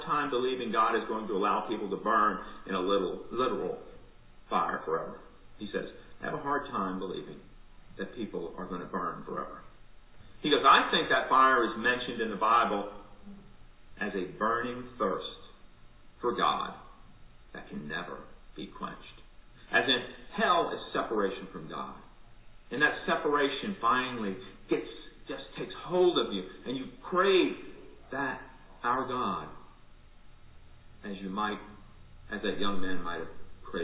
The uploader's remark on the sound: Recorded at MPPC for worship on Sunday, June 7, 2020 at 10 am